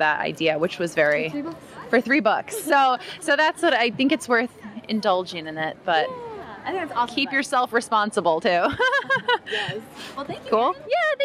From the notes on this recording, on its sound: A mashup of lightning-round interviews conducted at the YALLWEST festival. A mashup of lightning-round interviews conducted at the YALLWEST festival.